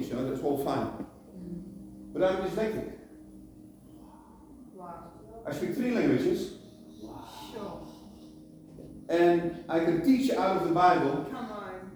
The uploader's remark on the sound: Apologies for the poor quality recording